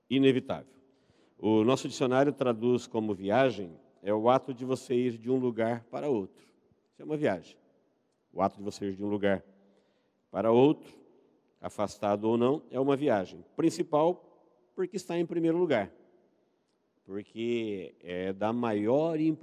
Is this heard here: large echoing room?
yes